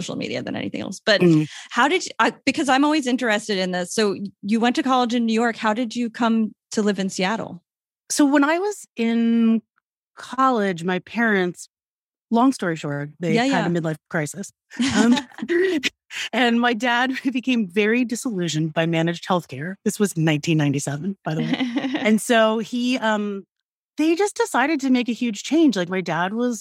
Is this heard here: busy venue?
no